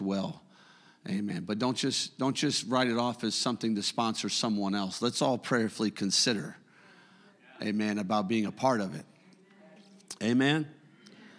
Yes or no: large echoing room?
yes